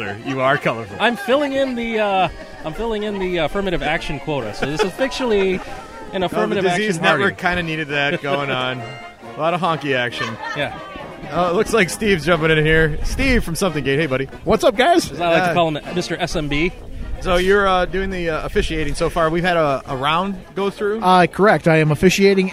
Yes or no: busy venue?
yes